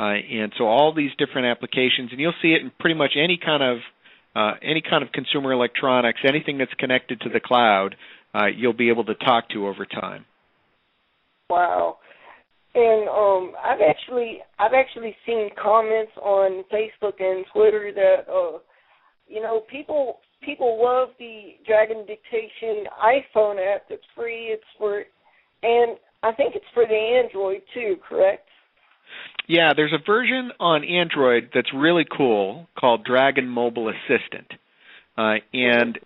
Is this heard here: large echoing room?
no